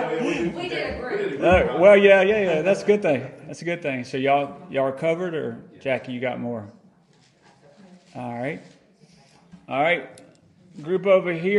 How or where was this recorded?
large echoing room